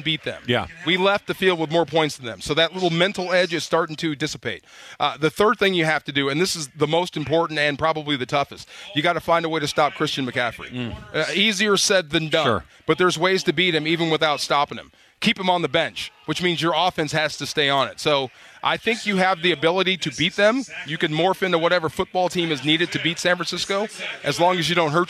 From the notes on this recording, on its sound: live from YouTube Theater for Rams Revealed